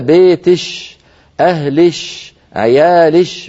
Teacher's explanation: فيبدلون كاف المخاطبة شينا خالصة · Term: الكشكشة